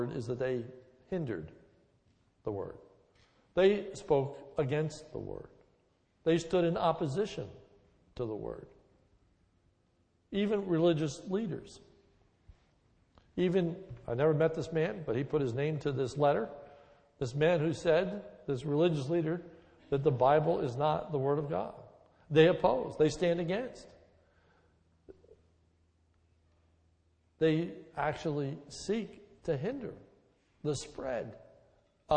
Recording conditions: large echoing room